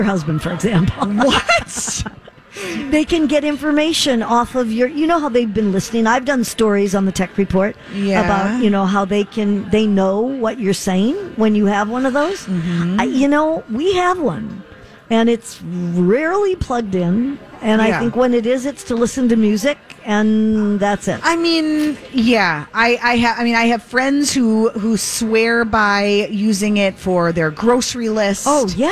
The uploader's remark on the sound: Live at the General Store of Minnetonka